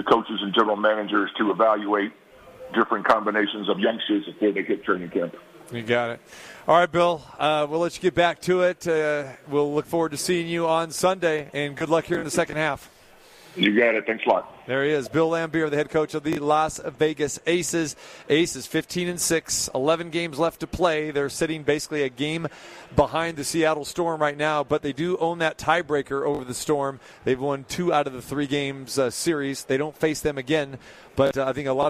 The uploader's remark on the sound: Live from The Thomas & Mack for the NBA Summer League